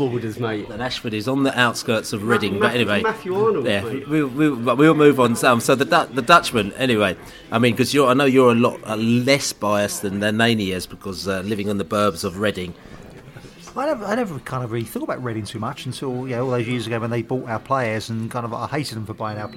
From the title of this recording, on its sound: Reading pre-match podcast from the pub